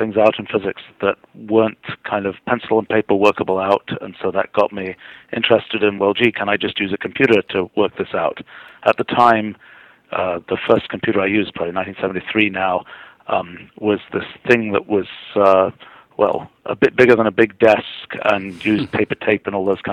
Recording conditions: phone line